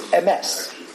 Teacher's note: Shva and a segel, the accent is on the second letter